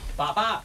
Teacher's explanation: En papá, esa segunda P lleva un poquito de la carga de cómo teníamos la boca en la A y no será lo mismo. · Term: coarticulación